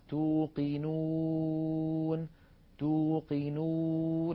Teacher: مقدمة اللسان هي قريبة من الأسنان السفلى، بينما مؤخرة اللسان قد ارتفعت إلى الوراء عاليا بخلاف الألف، ولكنها لم تلامس الحنك اللحمي الأحمر اللون الذي نراه، بل بقي هناك فرجة يمر منها الصوت. · Term: الواو